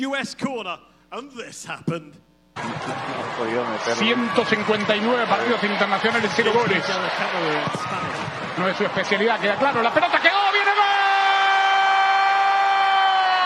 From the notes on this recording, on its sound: USWNT World Cup Pod Live in Philadelphia.